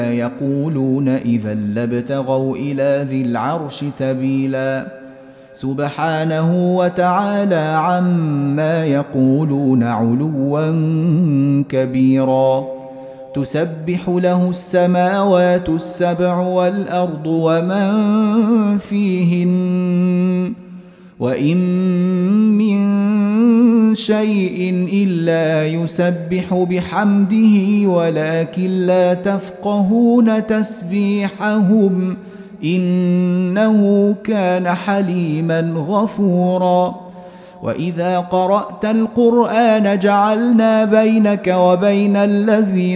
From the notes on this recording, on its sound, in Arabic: مسجل من صلاة التراويح بمسجد السلام بحي مشرفة بجدة.